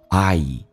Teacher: I 这个发音稍微的饱满一点，上下打开口腔到极限，再滑动到 A 这个发音叫 I